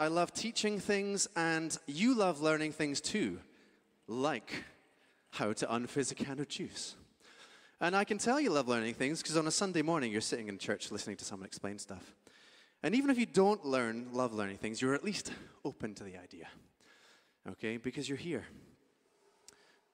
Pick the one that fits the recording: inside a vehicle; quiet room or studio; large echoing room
large echoing room